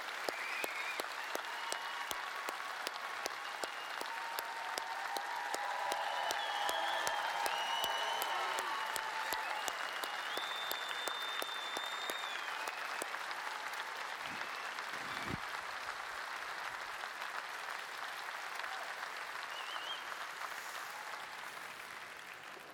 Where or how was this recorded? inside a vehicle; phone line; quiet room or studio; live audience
live audience